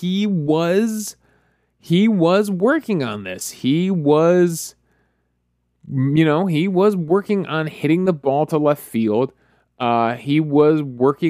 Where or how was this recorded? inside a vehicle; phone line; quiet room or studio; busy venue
quiet room or studio